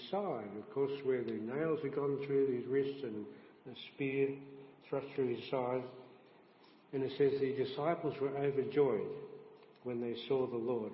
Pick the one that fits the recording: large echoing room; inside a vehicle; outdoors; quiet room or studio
large echoing room